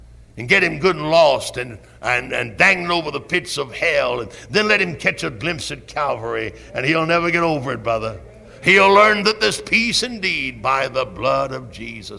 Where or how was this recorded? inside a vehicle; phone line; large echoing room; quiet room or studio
large echoing room